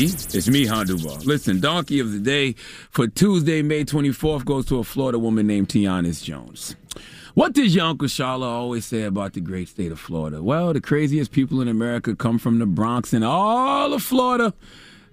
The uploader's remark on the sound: We opened the phone lines to hear our listeners thoughts.